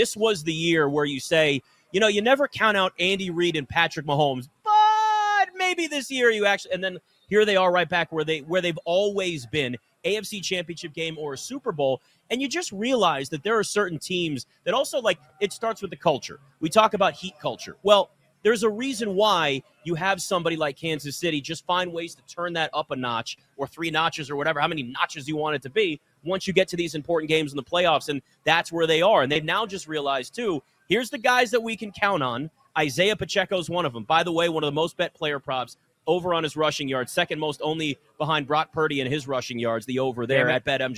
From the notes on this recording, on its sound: LIVE FROM LAS Vegas at Mandalay Bay!